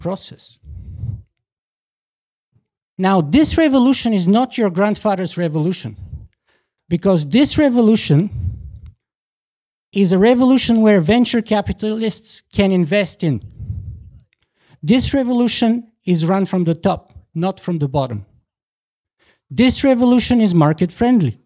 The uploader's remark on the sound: This is the short closing speech I delivered at the 2019 Dark Futures meetup in Toronto.